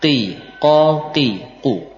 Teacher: pangkal lidah paling belakang dengan langit-langit. Naikkan. · Term: huruf qaf